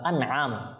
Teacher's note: নুন সাকিনার পর আইন এসেছে, ইজহার হবে, কোনো গুন্না ইকফা এখানে হবে না